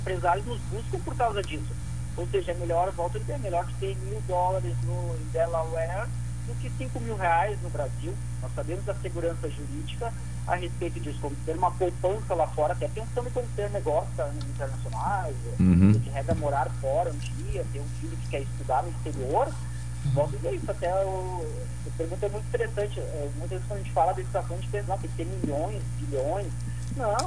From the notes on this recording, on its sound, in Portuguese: Participação: Por telefone